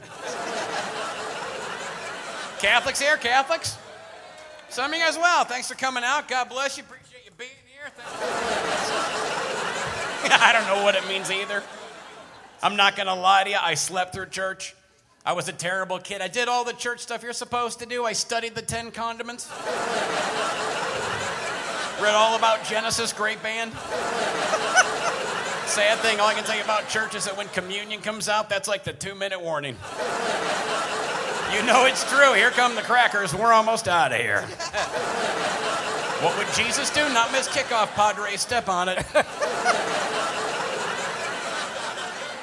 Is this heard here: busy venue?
yes